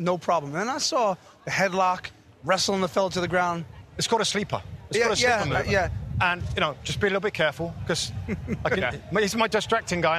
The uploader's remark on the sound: Live From Orlando Fan Fest. Live from the Orlando stage!